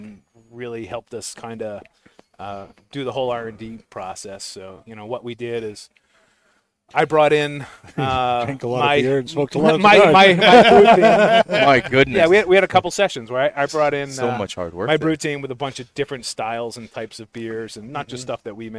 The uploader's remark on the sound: Recorded live from the 7-20-4 Lounge!